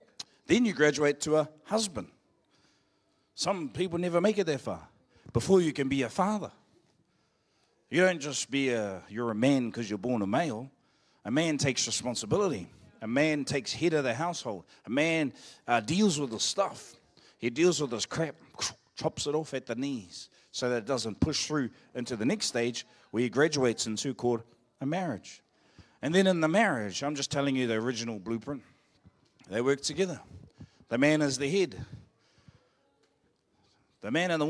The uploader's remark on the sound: Live From IwiTapu Destiny Church Hawkes Bay